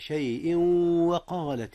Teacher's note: هنا جاء إدغام تنوين شيء في واو وقالت